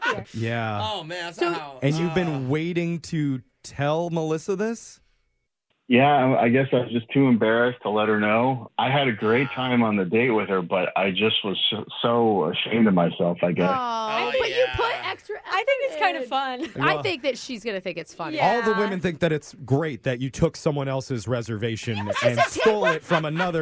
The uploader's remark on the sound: The woman on the phone